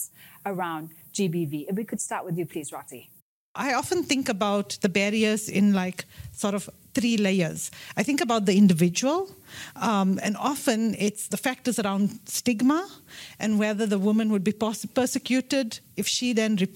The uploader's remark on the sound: This episode features highlights from our VitalTalks Live event, held in New York.